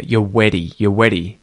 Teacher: You can use the T flap there.